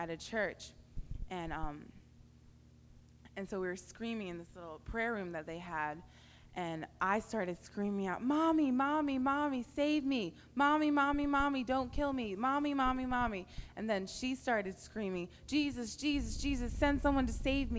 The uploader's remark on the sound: Recorded at Rhema Camp 07.